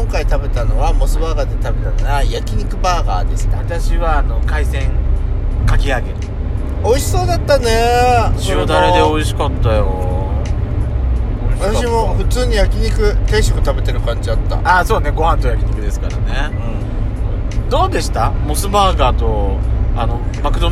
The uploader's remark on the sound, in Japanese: ドスドライブ収録。ロードノイズゴメンね。